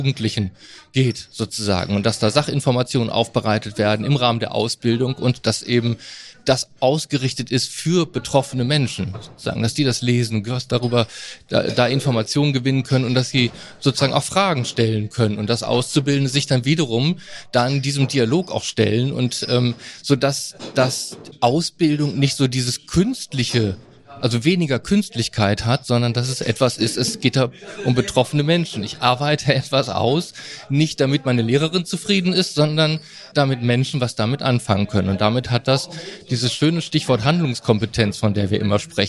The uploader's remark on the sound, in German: Live vom Forschungskongress des BIBBs